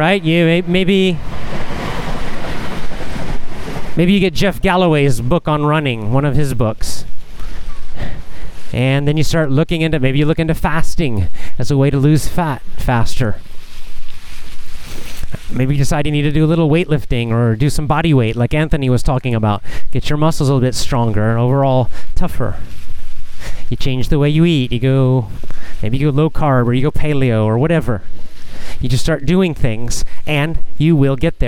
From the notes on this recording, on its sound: A casual chat while walking.